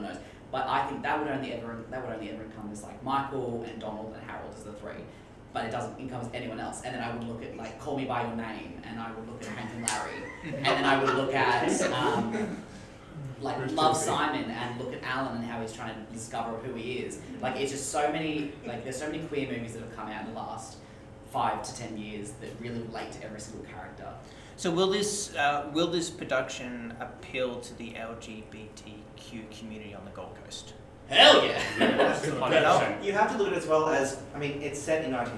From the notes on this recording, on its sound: Please excuse the sound in this recording, the microphone was playing up.